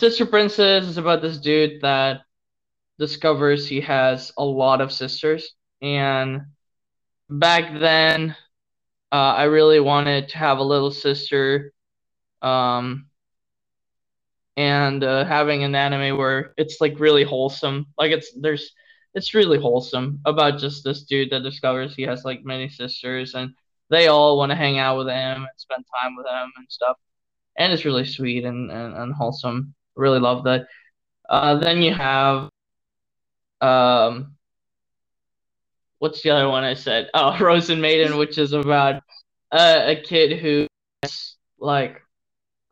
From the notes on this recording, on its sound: Sorry I think the audio problem is not the Mic is my wifi connection.